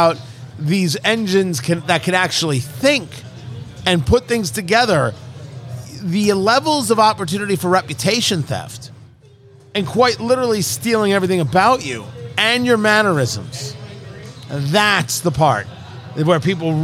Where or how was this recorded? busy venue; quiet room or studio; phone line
busy venue